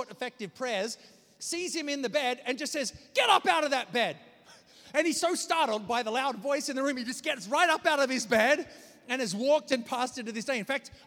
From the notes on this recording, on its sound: preached this message on May 7th at our Downtown community